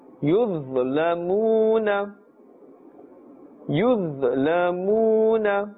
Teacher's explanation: dha is part of the huruf musta'aliyah, therefore pronounced with a full mouth. Waw sakin has a dhamma before it, and therefore it is part of the letters of madda.